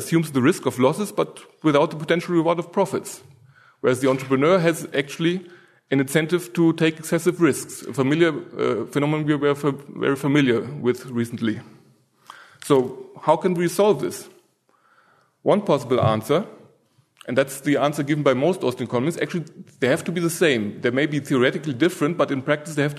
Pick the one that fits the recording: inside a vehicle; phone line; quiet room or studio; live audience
live audience